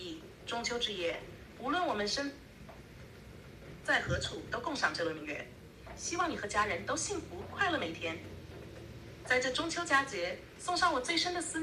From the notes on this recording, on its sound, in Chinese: 首先先抱歉，这期杂音有些大，家旁边很吵，希望你能够理解呀。前两天ChatGPT和用语音直接交流了，所以我也来尝试一下，和它聊聊中秋节的话题。我把它反应的时间剪掉了，大概每次二十多秒。